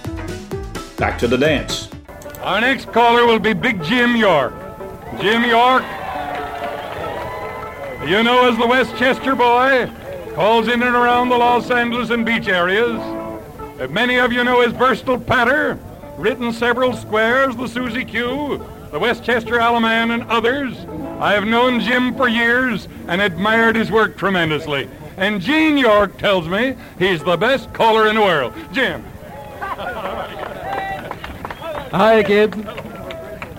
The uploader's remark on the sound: Live Dance Recording of the Santa Monica Jubilee in 1950